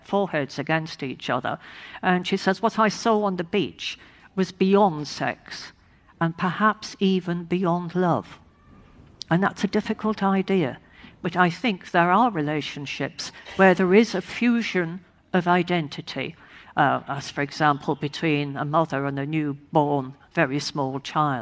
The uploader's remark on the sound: Hay festival special. Highlights from the annual books festival held in the Welsh town of Hay-on-Wye.